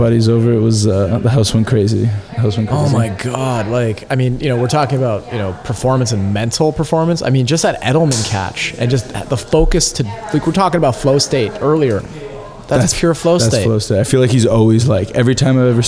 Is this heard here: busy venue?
yes